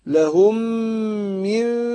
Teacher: يبقى أدغمنا الميم في الميم هنا إدغام مثلين صغير. فهل ترى لهم من، والإدغام بغنة، فهل ترى لهم من باقية.